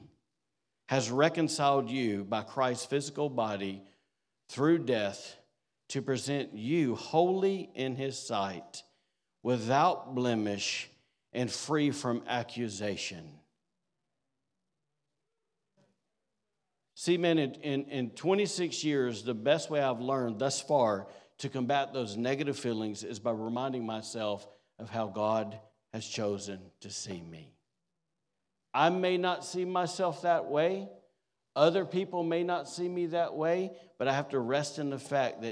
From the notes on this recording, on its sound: recorded on Sunday, December 3rd, 2023, during service at The Anchor Church in Rockport, Maine